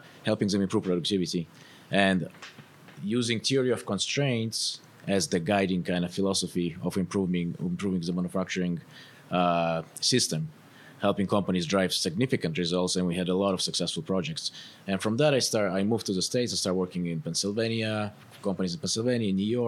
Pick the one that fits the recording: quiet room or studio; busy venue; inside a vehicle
busy venue